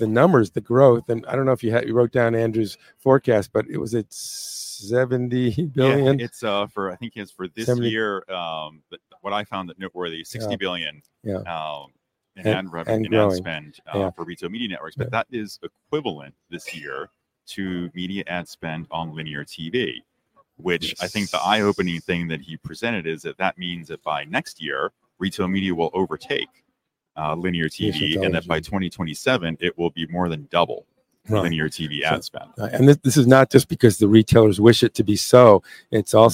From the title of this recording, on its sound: RetailWire Live at NRF 2024